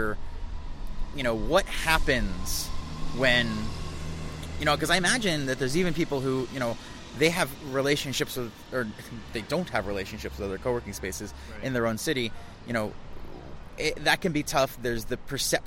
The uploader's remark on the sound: Live from Coworking Europe